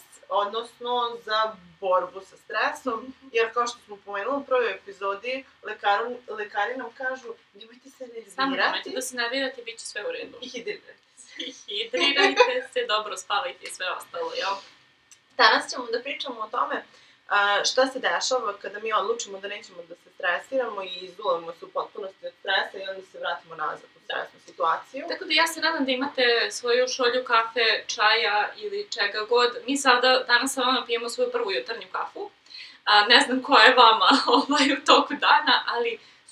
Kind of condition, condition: fault, uneven or low level